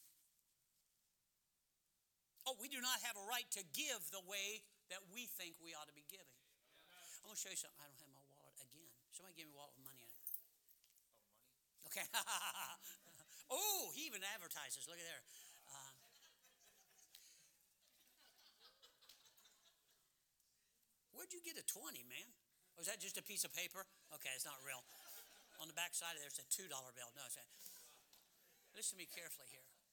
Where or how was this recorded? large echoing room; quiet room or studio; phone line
large echoing room